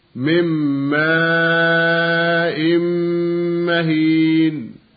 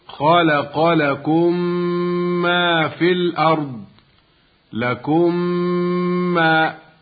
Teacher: الأرض لكم ما، يعني إذا وقع بعد الميم الساكنة ميم أخرى أدغمت الميم الساكنة في الميم الأخرى المتحركة وصارت ميما واحدة مشددة . ومعلوم أن الميم متى شددت وجبت الغنة فيها بمقدار حركتين، · Term: الإدغام